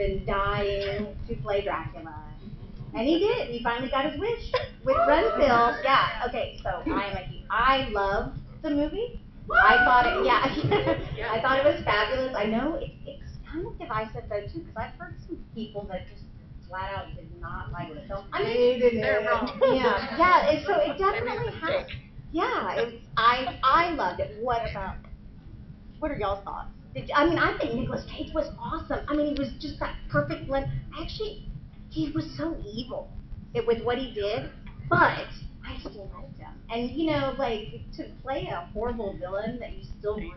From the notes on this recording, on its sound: A bonus episode recorded this past Labor Day weekend at DragonCon. Participated in a panel about the horror films of 2023 so far.